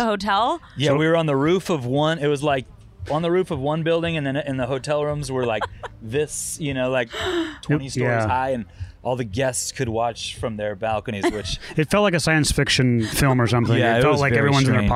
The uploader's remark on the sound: at the Beachlife Festival